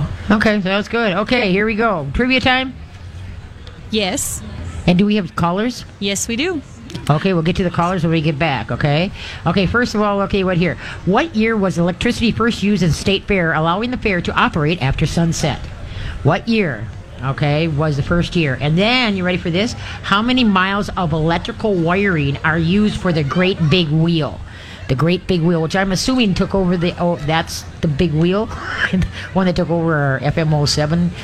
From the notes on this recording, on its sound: LIVE from the MN State Fair!